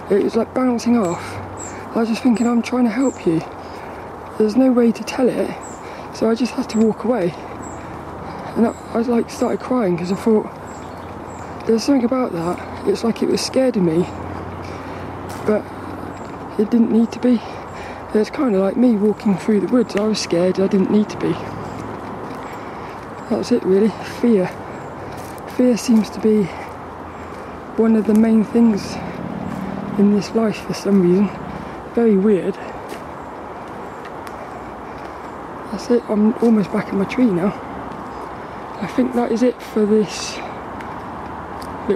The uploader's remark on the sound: Record this podcast while walking through the woods of Saltrum.